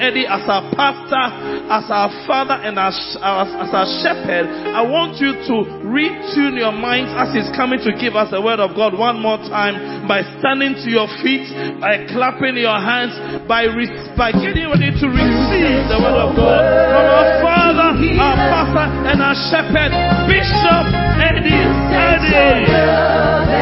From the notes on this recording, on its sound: Preached at the Covenant Sunday Victory Secrets Service - Makarios Cathedral, HQ. Preached at the Covenant Sunday Victory Secrets Service - Makarios Cathedral, HQ.